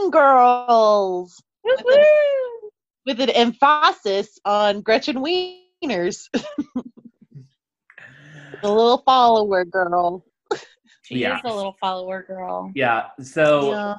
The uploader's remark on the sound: We're back amid the COVID-19 pandemic as we do our best with Zoom to deliver you an episode.